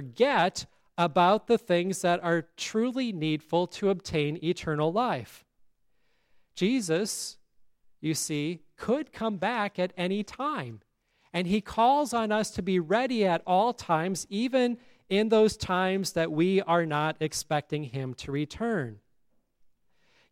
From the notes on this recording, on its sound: Listen to the service at Grace Lutheran Church, Lexington, MO.